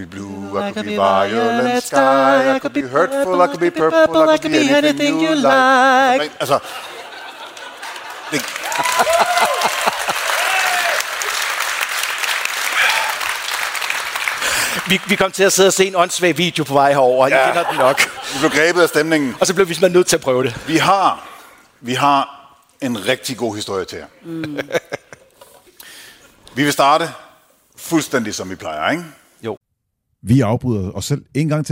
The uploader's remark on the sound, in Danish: Live fra Århus Musikhus